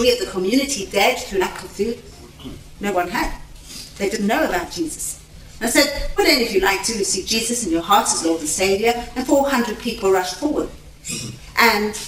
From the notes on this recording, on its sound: Recorded at a teaching meeting in Britain.